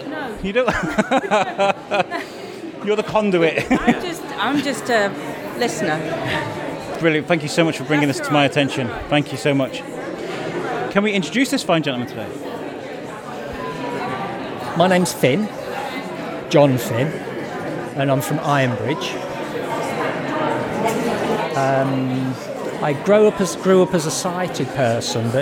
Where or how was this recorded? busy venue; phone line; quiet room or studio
busy venue